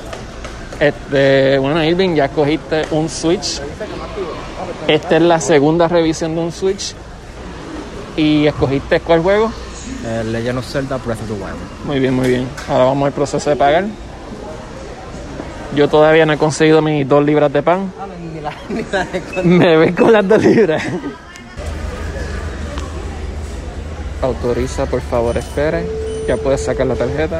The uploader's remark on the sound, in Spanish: Grabamos un episodio especial en el walmart de Caguas.